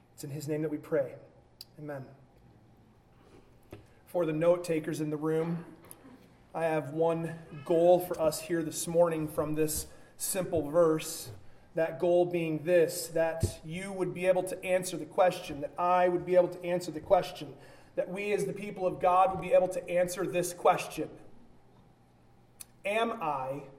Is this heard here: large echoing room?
yes